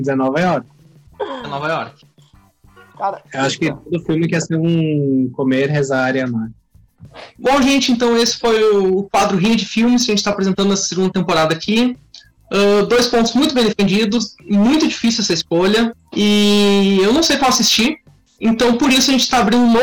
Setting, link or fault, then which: link, video call